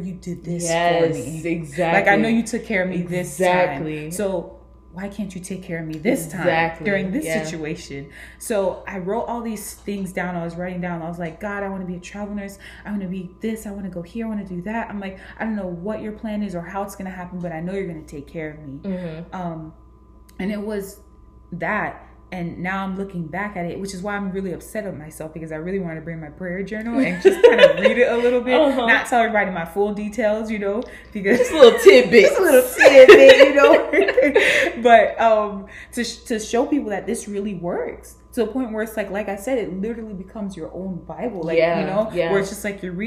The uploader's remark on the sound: Audio quality isn't the best.